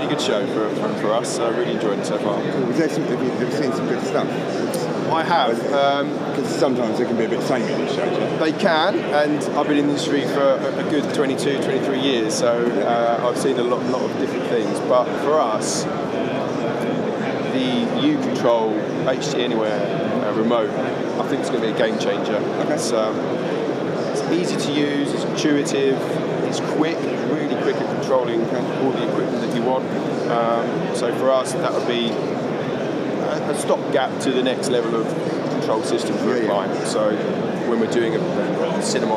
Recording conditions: busy venue